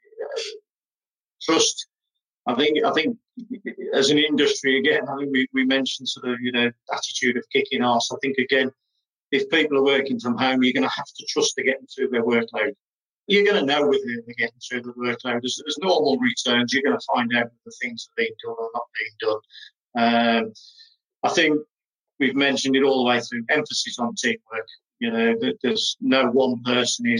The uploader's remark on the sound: recorded as part of a webinar series for Human capital Group’s Housebuilder Business Resilience Hub